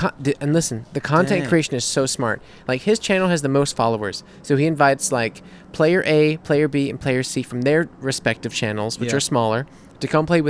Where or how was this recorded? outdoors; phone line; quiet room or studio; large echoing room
outdoors